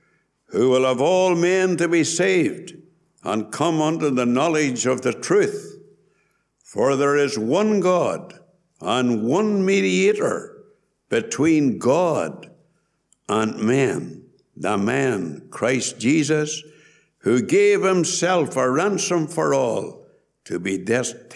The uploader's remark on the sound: Gospel Audio from Ballyclare Gospel Hall